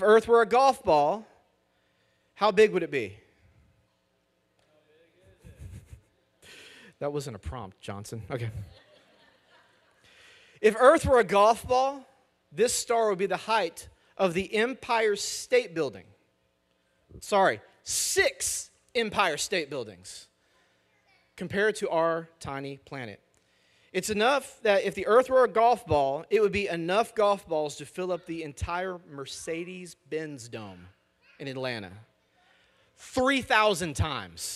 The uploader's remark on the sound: Message audio from our weekend services.